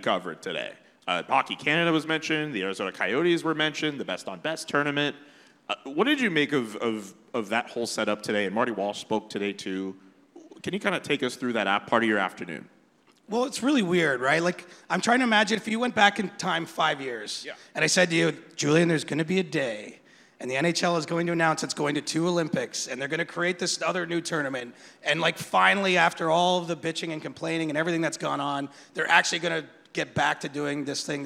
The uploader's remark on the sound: Live from All-Star Weekend At The Rec Room